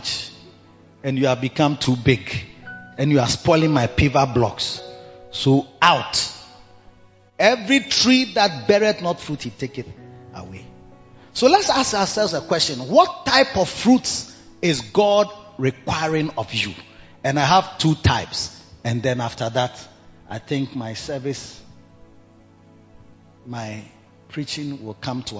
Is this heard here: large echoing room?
yes